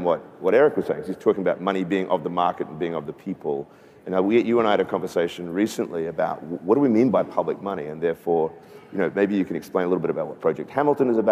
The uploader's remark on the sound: A Consensus 2023 panel